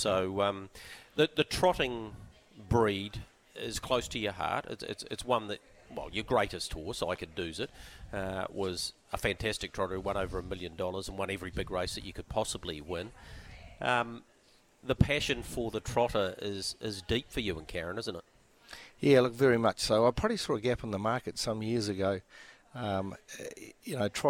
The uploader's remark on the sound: live from the Karaka sales